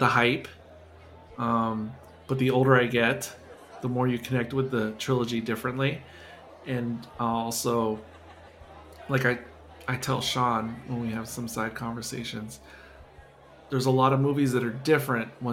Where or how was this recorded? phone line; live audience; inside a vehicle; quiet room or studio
live audience